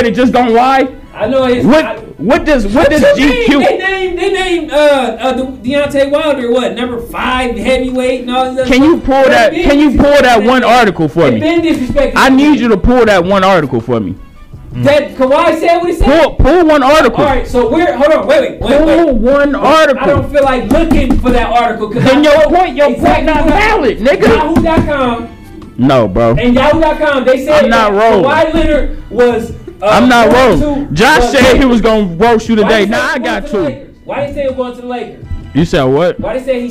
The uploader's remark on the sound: We got some of the guys in the building. We want to apologize for the audio on this episode. We had to cut some parts of the episode out due to unclear audio.